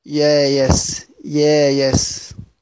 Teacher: قرأ البزي كلمة يايس. قال: وإنما أبدل من الهمزة ألفا لسكونها بعد فتحة · Term: إبدال الهمزة ألفا